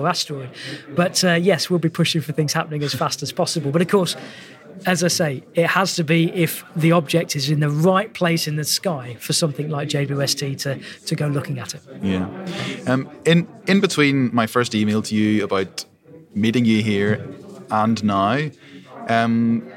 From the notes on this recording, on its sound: This podcast was recorded at the International Astronomy Show 2022.